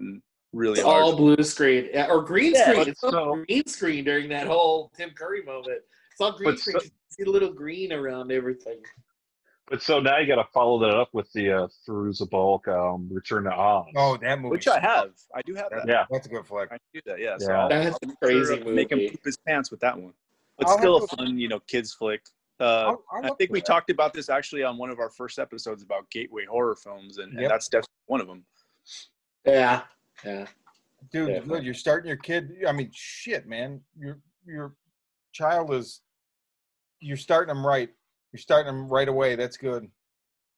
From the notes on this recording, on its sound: hit Zoom